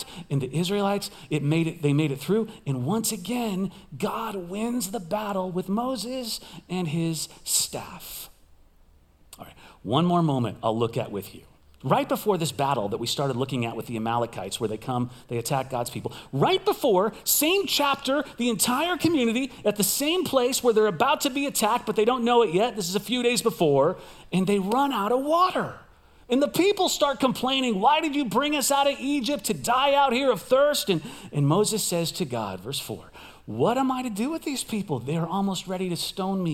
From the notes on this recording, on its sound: Recorded live at CrossWinds Church on July 16, 2023.